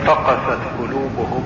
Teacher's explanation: اتكئ على القاف وليس على الفاء